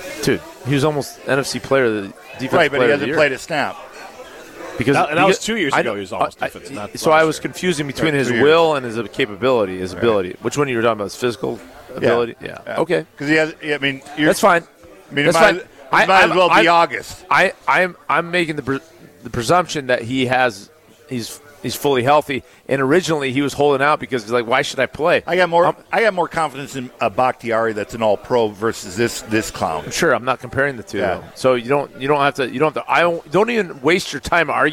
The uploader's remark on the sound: live from Daly's in Sun Prairie